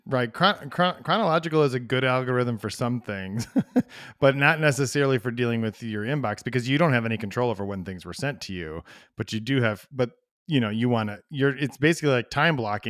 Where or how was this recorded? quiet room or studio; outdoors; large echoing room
quiet room or studio